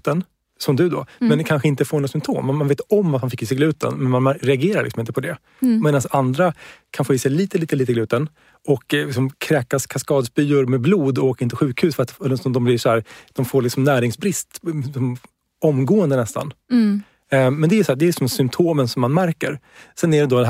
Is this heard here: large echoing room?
no